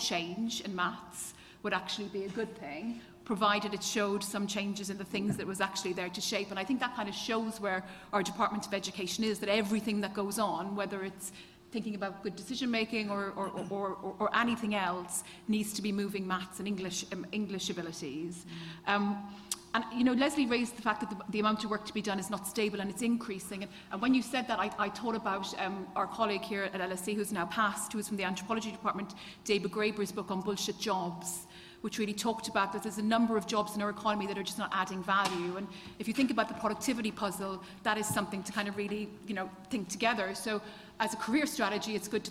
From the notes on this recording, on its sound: In this public event